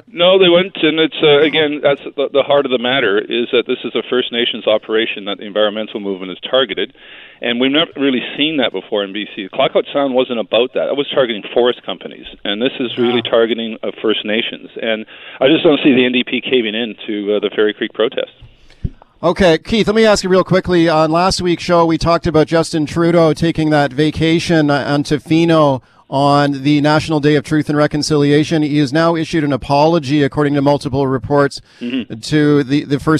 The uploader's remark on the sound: Is on the phone because Fairy Creek logging protests are blocking the Victoria legislature!